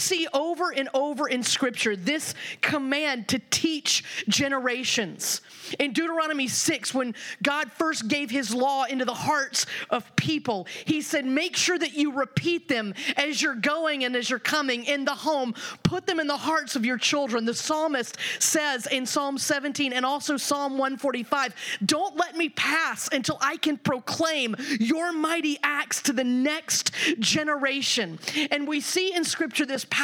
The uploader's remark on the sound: The following audio comes from the National Disciple Making Forum by Discipleship·org. Lionshare hosted a track called “Making Disciples in the Generations and Vocations.”